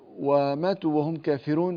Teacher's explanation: يرقق الراء ورش رحمه الله لأنها مضمومة قبلها مكسور